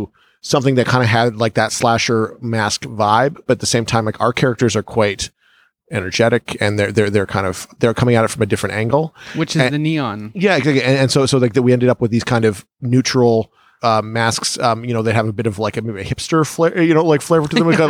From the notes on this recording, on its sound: Recorded: Friday October 20, 2017 7:00 pm (EST) at Scotiabank Theatre